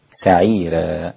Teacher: طبعا سعيرا رقق الراء ورش فتصير سعيرا هكذا